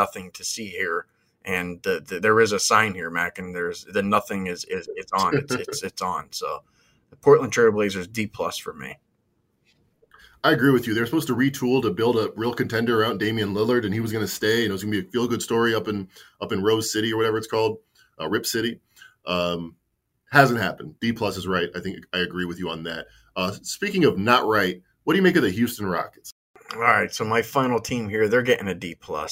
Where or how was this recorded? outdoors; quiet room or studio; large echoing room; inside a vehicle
quiet room or studio